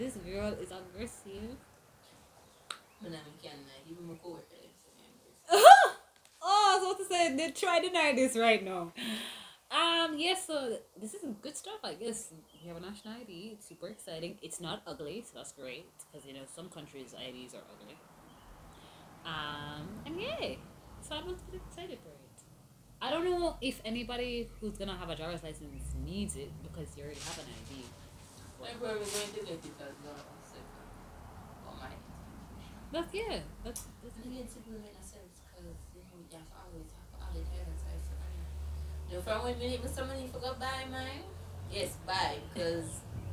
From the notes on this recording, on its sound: We were having some difficulties with the audio and the account but we are back for good.